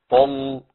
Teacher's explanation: لو قلت طل يبقى انا غلظت اللام واللام مش مغلظه، غيرت صوتها.